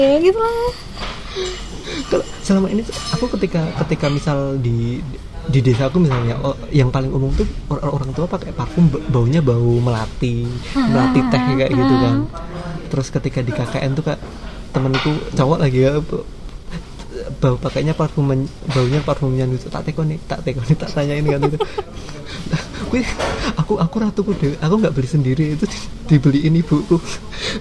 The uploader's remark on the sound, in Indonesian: Mohon maklum ambience-nya berisik karena merekamnya di Analogi Cafe (dan di bawah tangga, pas --").